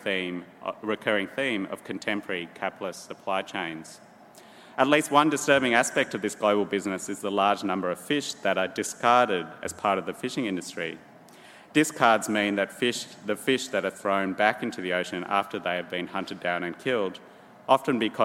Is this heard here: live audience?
yes